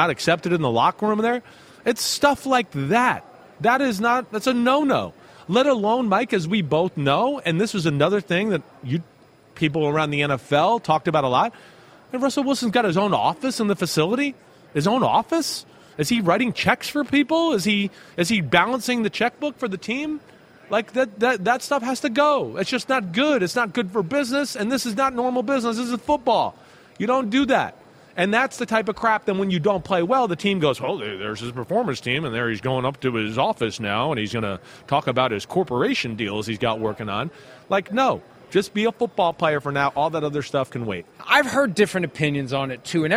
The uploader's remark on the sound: PFT Live from Super Bowl Media Week in Arizona